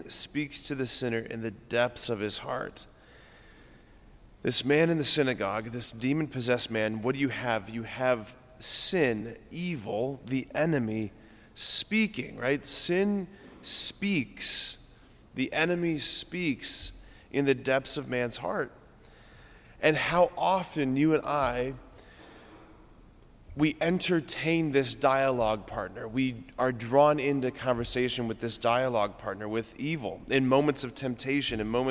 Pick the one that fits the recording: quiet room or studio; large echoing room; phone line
large echoing room